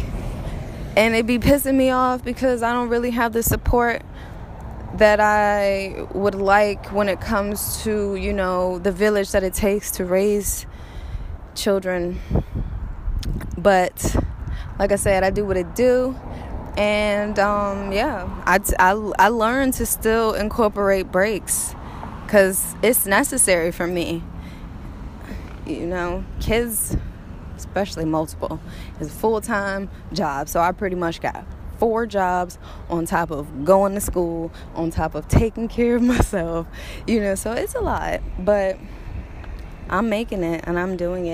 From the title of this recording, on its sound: Walking, talking, rant